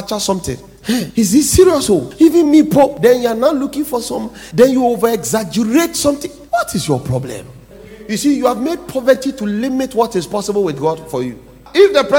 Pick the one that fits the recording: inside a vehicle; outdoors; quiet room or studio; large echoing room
large echoing room